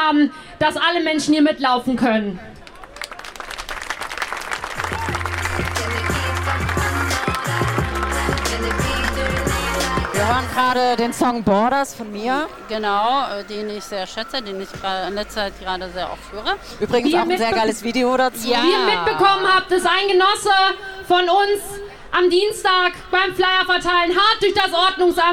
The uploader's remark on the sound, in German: Mitschnitt der Großdemonstration im Gedenken des von der Polizei ermordeten Mouhamed Lamine Dramé.